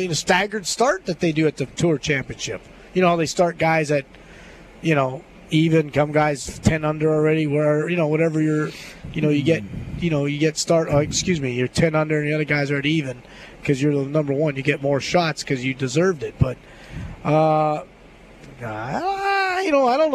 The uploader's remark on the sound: LIVE From Terry Thompson Chevrolet!